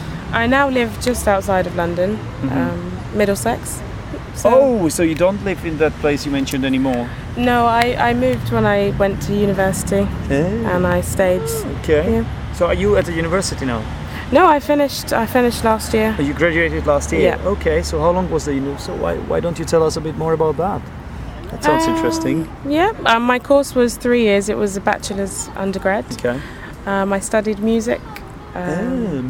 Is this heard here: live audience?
no